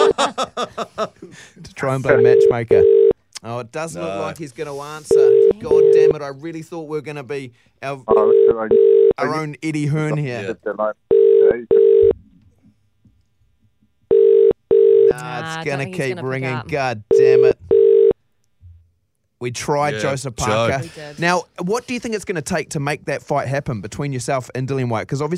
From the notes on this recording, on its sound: Today we were joined on the phone. In Melbourne.